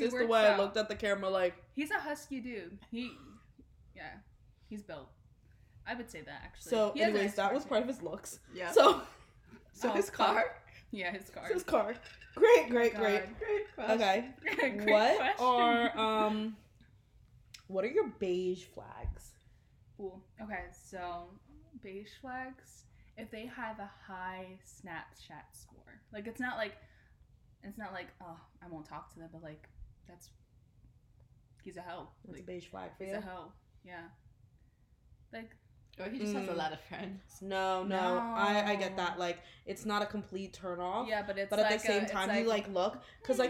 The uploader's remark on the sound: We are still figuring out our audio situation so bear with us.